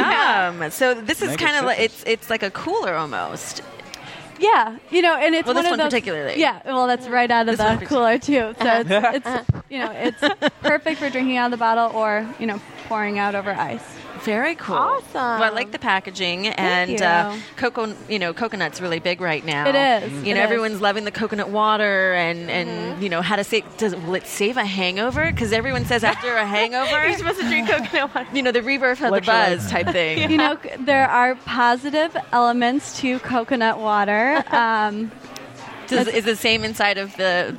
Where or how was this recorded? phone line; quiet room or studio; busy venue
busy venue